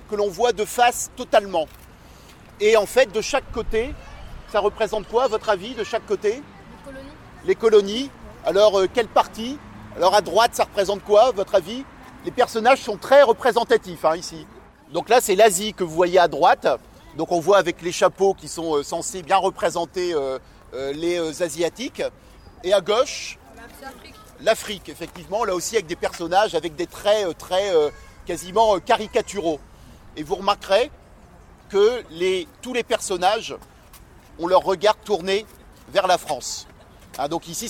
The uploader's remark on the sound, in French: En direct de la maison des associations de Tourcoing.